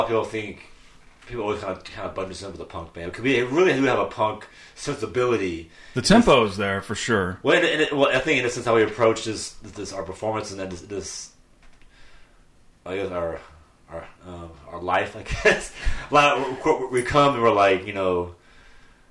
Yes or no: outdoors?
no